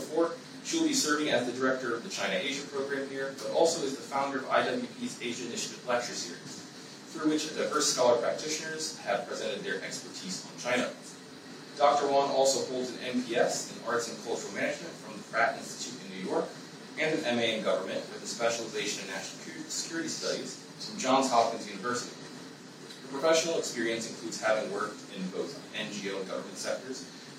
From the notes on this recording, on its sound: This event was streamed live at The Institute of World Politics, D.C.